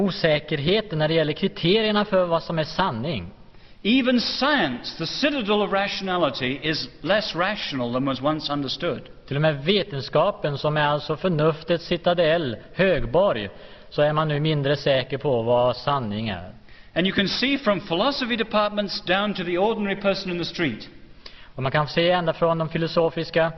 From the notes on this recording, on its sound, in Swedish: Inspelad i G&#246;tebrogs Univeritets Aula, G&#246;teborg vid en CKS-konferense i G&#246;teborg.